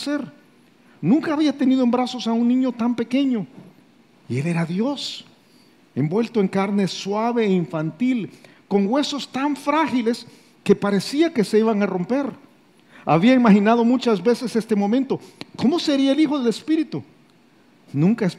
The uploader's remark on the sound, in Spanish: Grabado en vivo desde Campus Miralvalle, San Salvador.